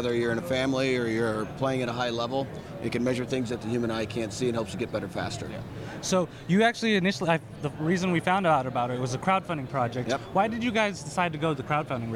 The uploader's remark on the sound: Recorded from the 2014 International Consumer Electronics Show in Las Vegas, Nevada.